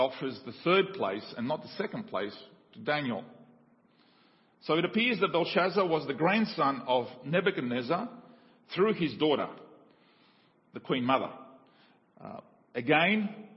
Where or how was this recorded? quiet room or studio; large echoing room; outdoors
large echoing room